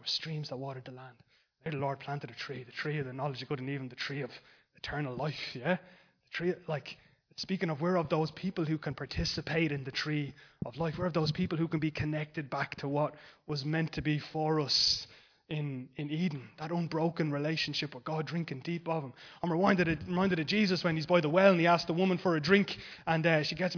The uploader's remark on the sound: Recorded live in Liberty Church on 8 Jan 2023